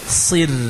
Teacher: Sad kasrah ra sukun sir. Sadnya tebal si, namun ra-nya tipis sir ya